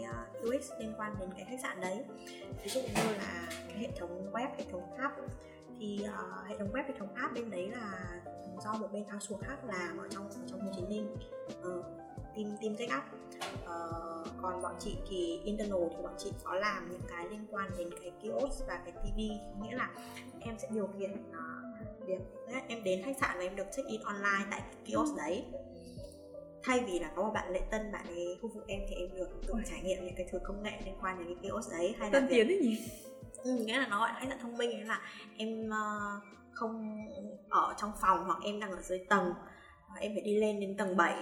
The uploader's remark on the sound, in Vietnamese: Chuyển Bánh sẽ cải thiện chất lượng âm thanh ở những tập sau! Rất xin lỗi các bạn nghe vì chất lượng âm ở những phút đầu chưa được hoàn hảo!